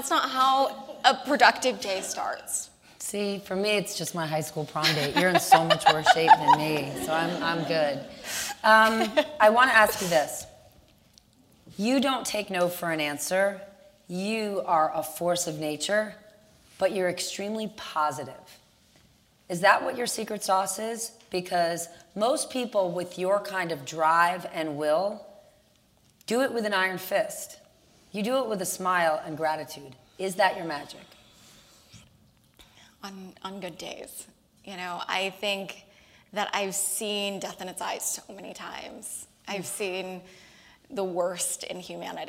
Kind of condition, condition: setting, live audience